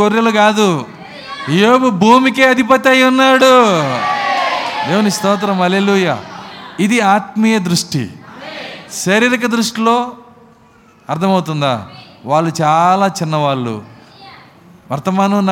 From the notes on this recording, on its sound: Live Audio - Communion Service. Tenali. We are broadcasting live services on Wednesdays & Sundays.